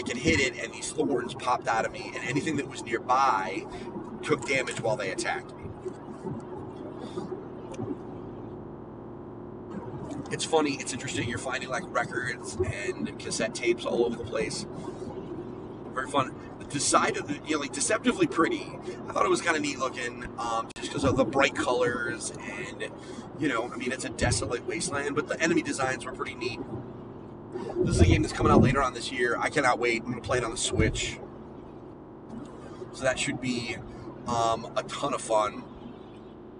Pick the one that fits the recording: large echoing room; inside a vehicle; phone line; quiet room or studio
inside a vehicle